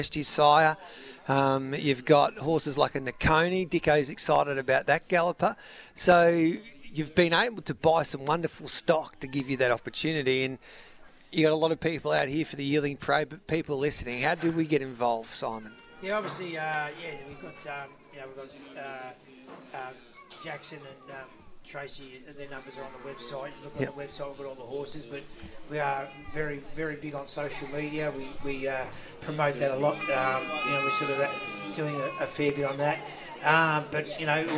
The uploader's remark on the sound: live from Flemington